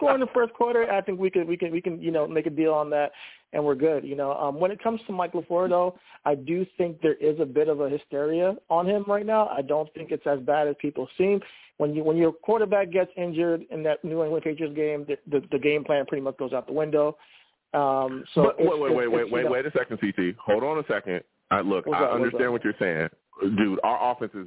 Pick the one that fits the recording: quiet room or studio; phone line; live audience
phone line